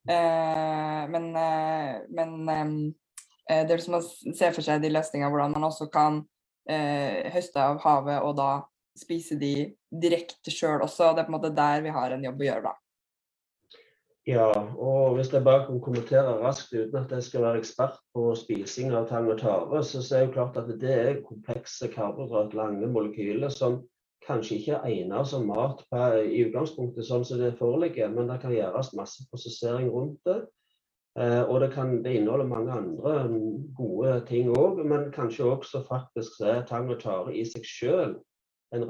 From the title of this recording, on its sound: Live Zoom